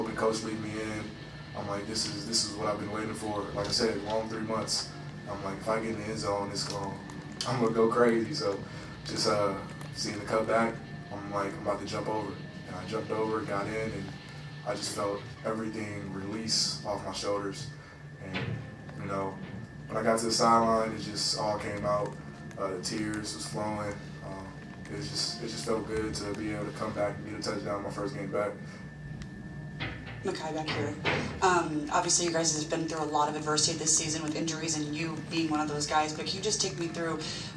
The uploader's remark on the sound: Listen to the post game press conference. Following Utah's Las Vegas Bowl apperance agaisnt Northwestern.